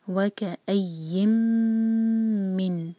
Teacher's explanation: ادغام غنہ کے ساتھ کر رہے ہیں کمپلیٹ ادغام، وکایم من، میم پر شدہ ہے تو میم کو ہولڈ کریں گے